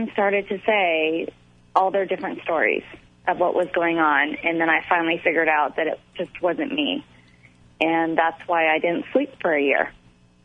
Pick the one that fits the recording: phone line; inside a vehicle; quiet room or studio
phone line